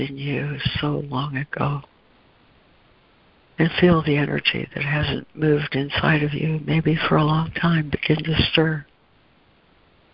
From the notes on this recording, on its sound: ACIM Daily Conference Call